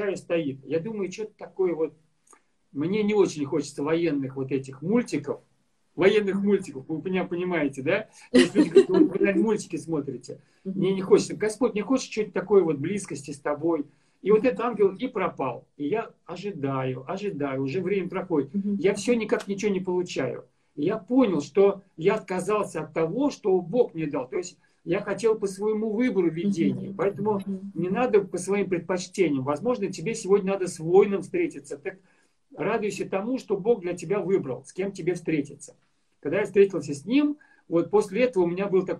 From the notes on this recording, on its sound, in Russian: Запись второй части прямого эфира из инстаграма